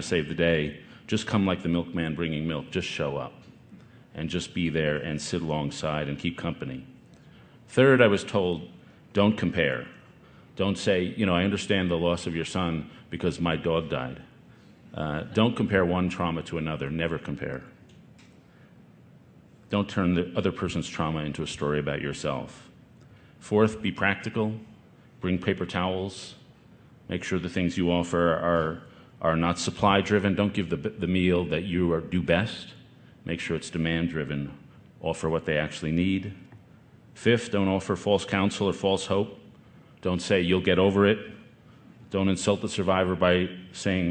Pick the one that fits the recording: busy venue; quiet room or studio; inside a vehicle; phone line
busy venue